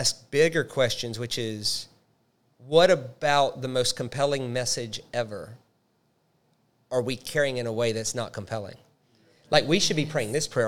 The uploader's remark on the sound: Our second LIVE recorded episode. Tricky questions from our live audience.